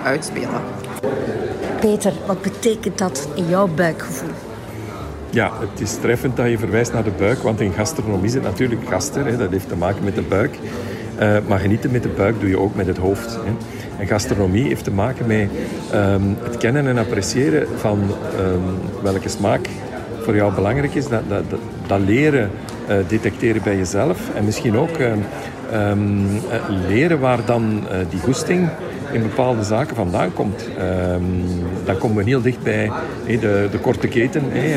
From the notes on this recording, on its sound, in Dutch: Satellite Gourmet on the Road voor Flanders Food Festival. Satellite Gourmet was te gast op de persconferentie van Flanders Food Festival.